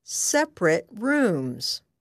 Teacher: It is pronounced like this: separate. When separate is an adjective, pronounce the last syllable of the word as ret.